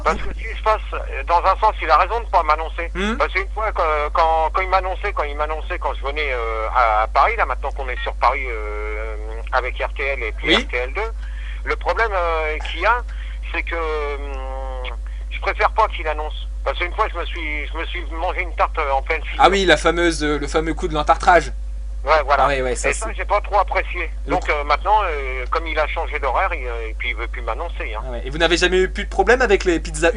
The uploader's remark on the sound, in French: en Prive au Telephone